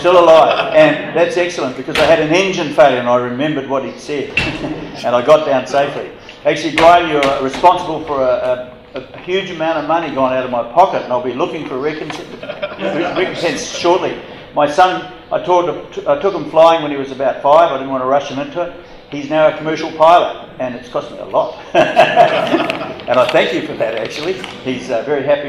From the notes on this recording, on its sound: live at the Wings Over New Zealand Forum Meet